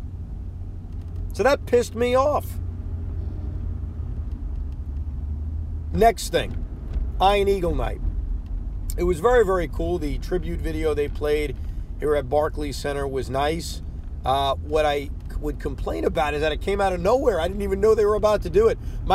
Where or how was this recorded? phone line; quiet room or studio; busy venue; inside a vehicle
inside a vehicle